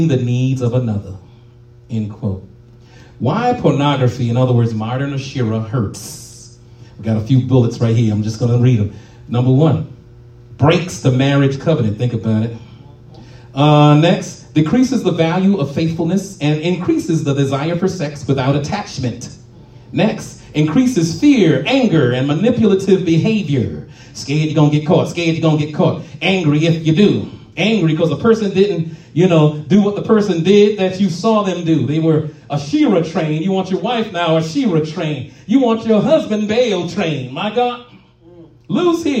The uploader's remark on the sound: live at RACC